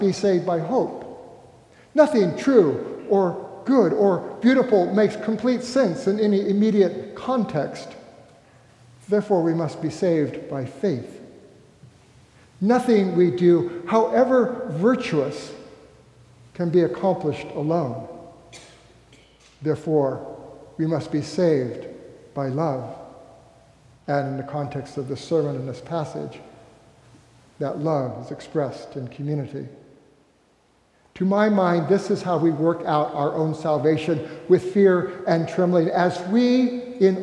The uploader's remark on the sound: recorded live at the 10:00am service on Sunday, October 1, 2023.